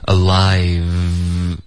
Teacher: 这个 v 的音呢下唇要碰上齿，导致一个摩擦音 alive，然后从这个 v 我们嘴唇就推往前推嘟起来 v